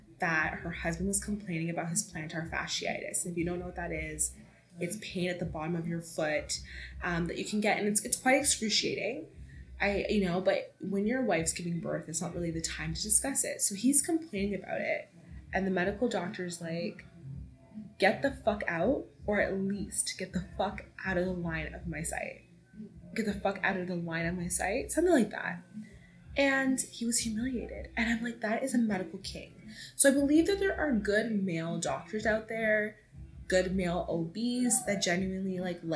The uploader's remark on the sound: You can totally hear my neighbours music in the background of this episode. Apologies for the background noise in advance!